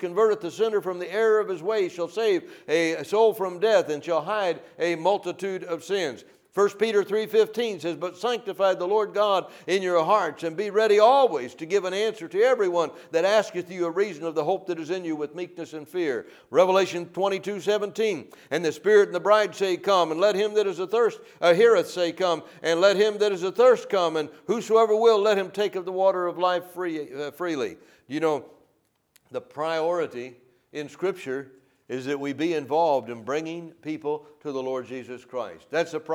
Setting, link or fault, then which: setting, large echoing room